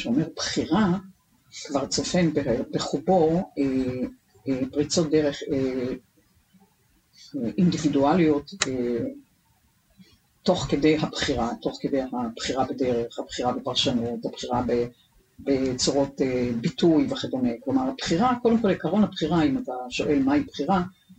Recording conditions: poor sound quality